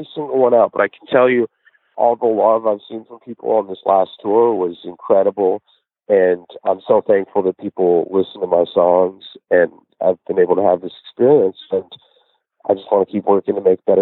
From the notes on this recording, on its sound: The interview was supposed to happen in person. We spoke by phone.